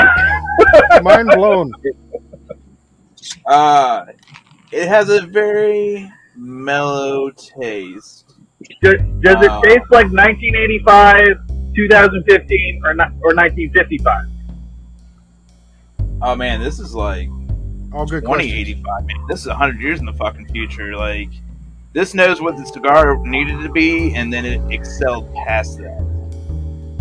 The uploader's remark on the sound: Back Porch Lounge Show. Please forgive the camera and sound issues, we are working them out.